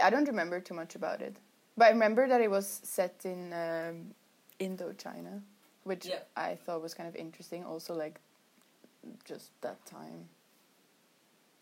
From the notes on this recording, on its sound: This was recorded the day of the hand-in and on day 12 of my quarantine so the vibes were chaotic, but chaotic good. Excuse the sound quality, still don't have a mic and this was very improvised.